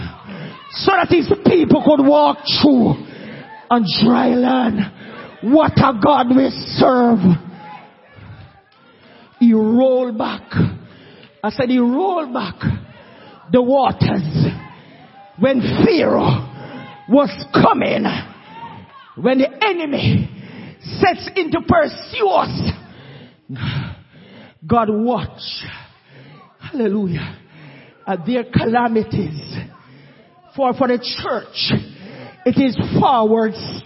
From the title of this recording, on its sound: SUNDAY WORSHIP